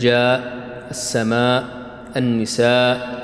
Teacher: الواجب المتصل أربع حركات، هو أربع حركات، لكن إذا كان متطرف الهمز مثل جاء السماء النساء وهكذا، فهذه له فيها التوسط 4 حركات أو الطول 6 حركات